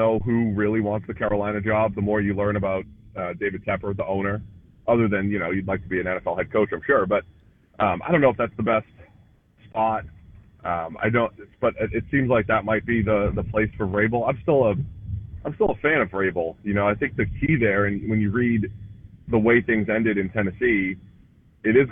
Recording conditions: phone line